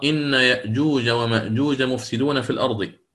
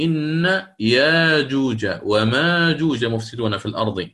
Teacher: فحفص يهمز يقرأ إن يأجوج ومأجوج مفسدون في الأرض، والإمام ابن كثير يقرأ بالإبدال إن ياجوج وماجوج مفسدون في الأرض.